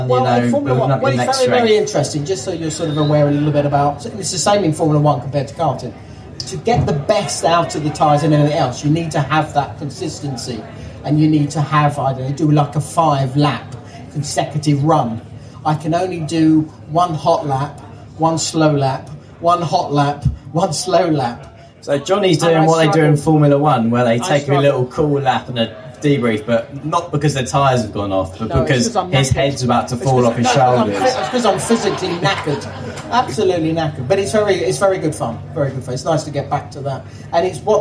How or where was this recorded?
live audience